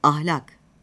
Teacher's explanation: a sesi uzun söylenmez